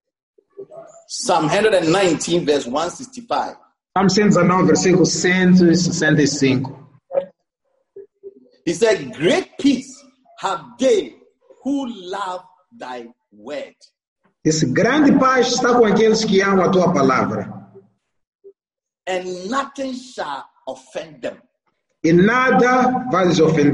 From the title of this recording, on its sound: ZOOM PROPHETIC EXPERIENCE SERVICE